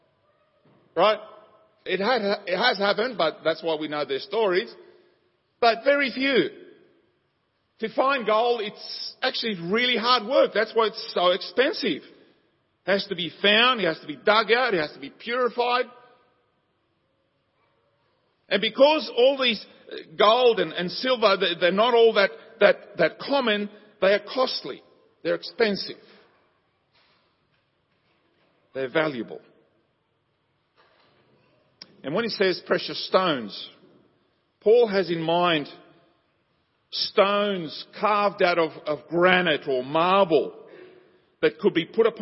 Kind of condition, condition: setting, large echoing room